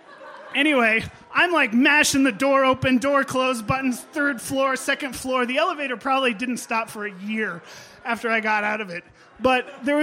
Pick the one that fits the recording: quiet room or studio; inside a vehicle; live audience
live audience